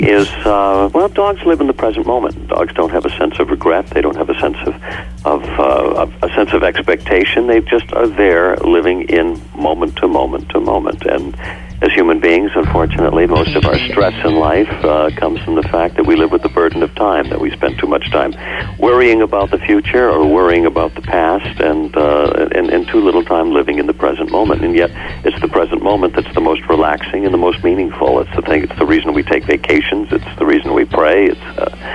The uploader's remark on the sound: On the phone.